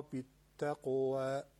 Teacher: حرف قاف هم که قلقله داره